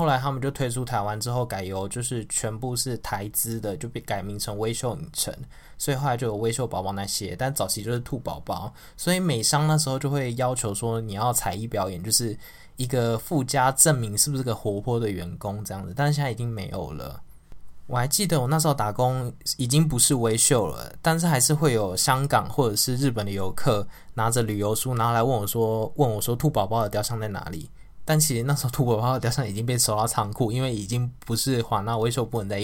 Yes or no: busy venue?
no